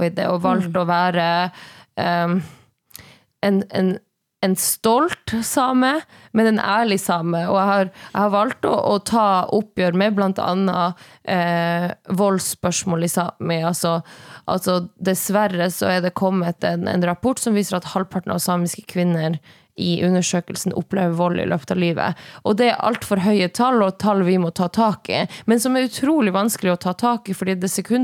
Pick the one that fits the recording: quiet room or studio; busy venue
quiet room or studio